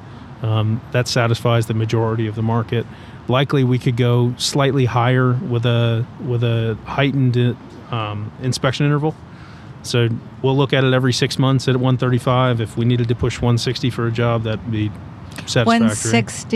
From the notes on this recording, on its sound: from the TechnipFMC booth set up at the 2023 SPE Hydraulic Fracturing Conference